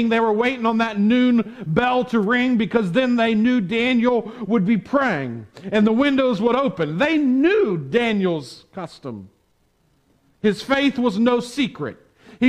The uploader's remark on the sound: Preached on Sunday January 24, 2021 at the Tarrant Bible Methodist Church. Preached on Sunday January 24, 2021 at the Tarrant Bible Methodist Church.